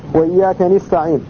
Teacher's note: والمطوعي يقرأ وإياك نستعين بكسر النون